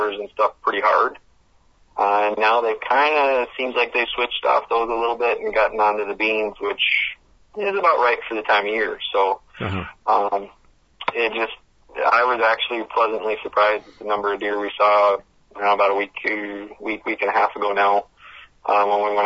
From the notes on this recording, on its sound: Calls in from Stockton Island on Lake Superior. Day 1 of a three day camping trip in the Apostle Islands.